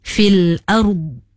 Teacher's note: tahan huruf dha di hujung itu. Jangan sampainya jadi ada qalqalah sedikit.